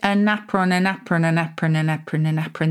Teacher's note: the N kind of migrated and joined the A, so people thought it was an apron